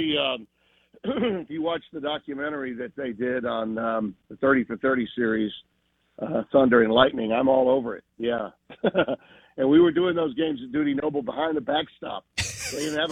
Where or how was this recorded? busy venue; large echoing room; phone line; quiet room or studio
phone line